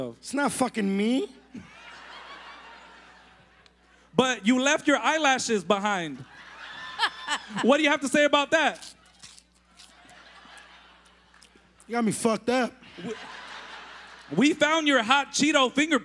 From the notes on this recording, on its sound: Live from the El Rey Theatre in beautiful Los Angeles, CA. Perform the podcast in front of a live audience of over 500 people. Recruit people in the crowd for juicy Sombra Sala stories.